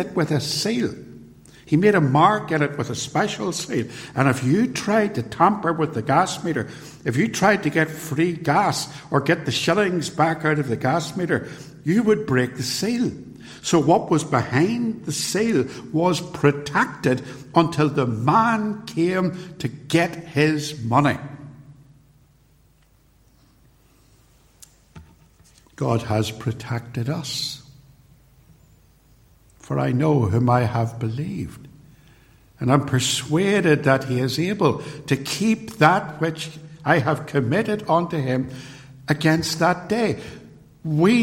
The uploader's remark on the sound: Preached at Ballymacashon and Templepatrick Reformed Church. Recorded at TRC and used here with their kind permission.